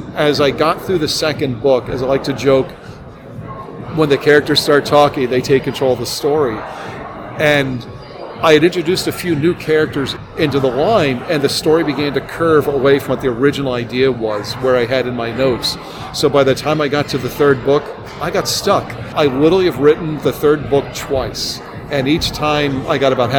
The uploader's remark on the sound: Live from Boskone 2024. In Boston, Massachusetts.